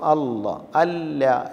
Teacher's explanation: ഇത് ലാം തന്നെയാണ്. ലാമിനെ കനപ്പിച്ചുച്ചരിക്കുമ്പോൾ ലാമിൻ്റെ മഹ്റജ് എന്ന് പറയുന്നത് പല്ലല്ല, മറിച്ച് പല്ലിൻ്റെ പിൻഭാഗത്ത് പല്ലിൻ്റെ ഊനാണ് എന്നത് വ്യക്തമായി മനസ്സിലാക്കേണ്ടത്.